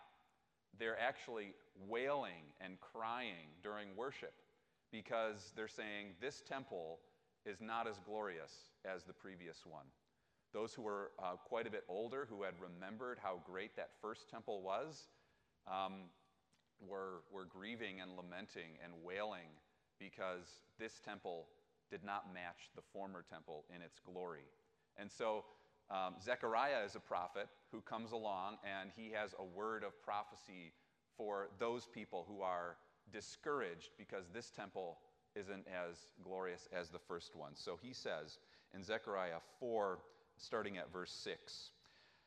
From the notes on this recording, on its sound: This week's podcast is a recording of the chapel talk. Ripon Christian High School.